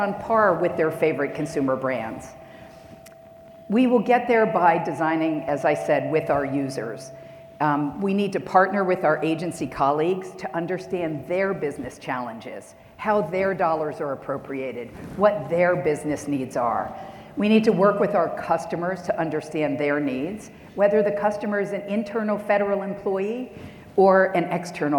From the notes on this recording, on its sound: Live from ACT-IAC’s “Imagine Nation: ELC 2021” in Hershey, Pennsylvania. The organization’s first in-person conference since the start of the pandemic.